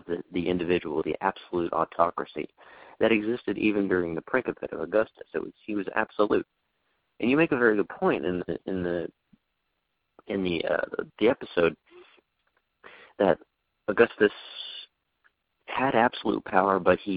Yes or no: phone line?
yes